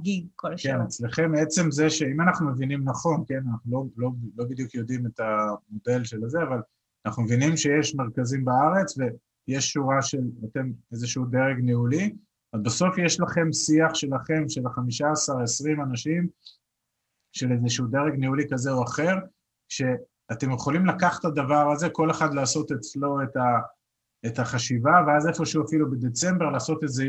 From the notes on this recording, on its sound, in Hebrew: הוקלט בחי בזום.